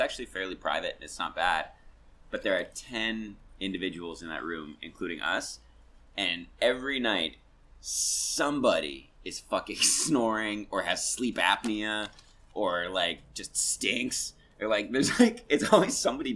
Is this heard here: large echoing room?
no